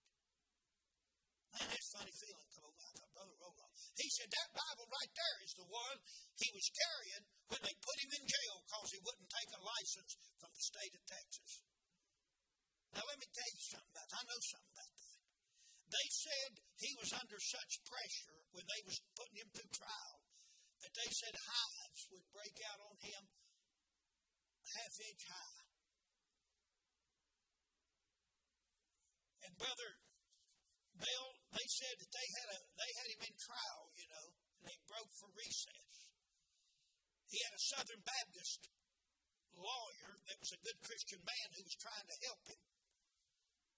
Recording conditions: large echoing room